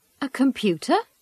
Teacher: Notice the interviewer's rising intonation on the question.